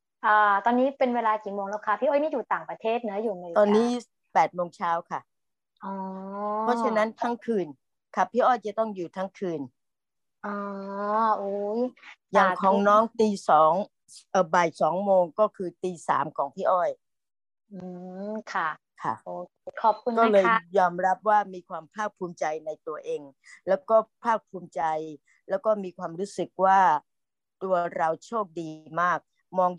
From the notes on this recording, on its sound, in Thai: คอร์สออนไลน์ (ผ่านโปรแกรม Zoom).